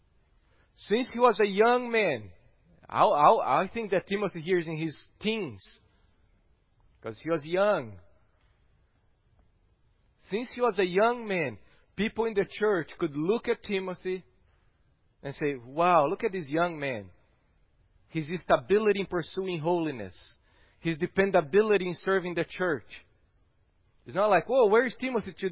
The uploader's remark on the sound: at Gracious Cross Reformed Church Salem on Sunday, November 29th, 2020.